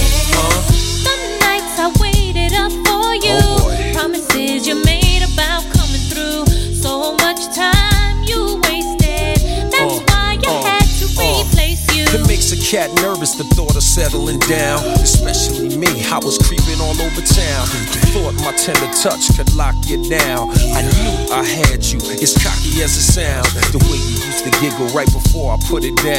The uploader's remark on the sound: Live at Pembs College Freshers Fair